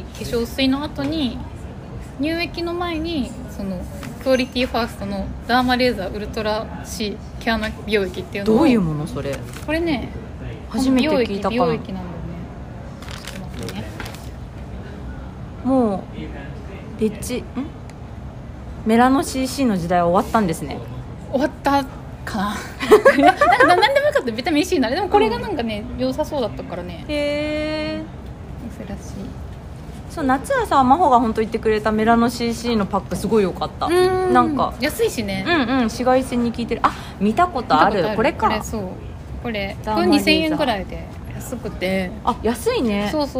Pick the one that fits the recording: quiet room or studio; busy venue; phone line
busy venue